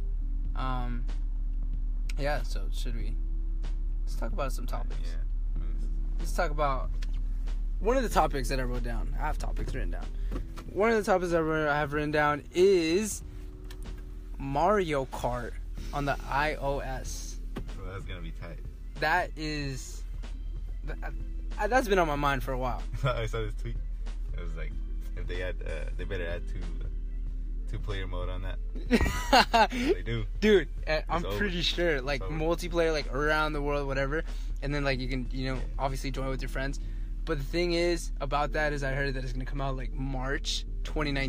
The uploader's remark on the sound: I was driving, sorry!